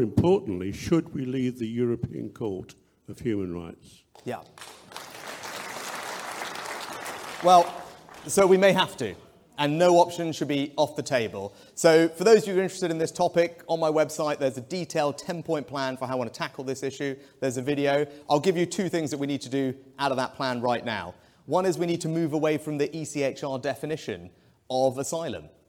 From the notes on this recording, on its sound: a series of questions from members of the audience